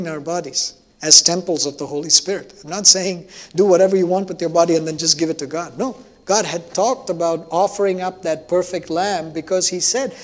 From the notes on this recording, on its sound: At New Life Fellowship Church, Concord, NC, on Sunday, January 9, 2022.